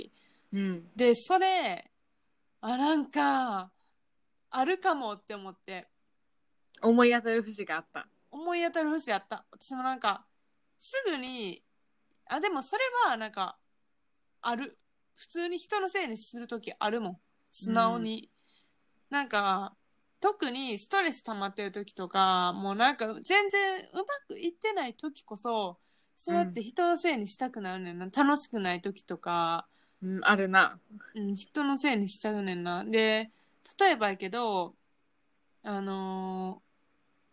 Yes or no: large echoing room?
no